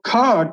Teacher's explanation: Ka is the first letter in that row. Now, kha, to utter kha, you're using, extra breath of air.